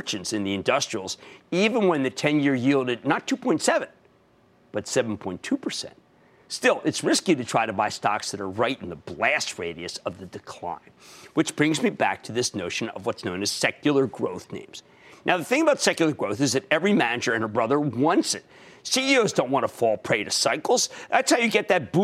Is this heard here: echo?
no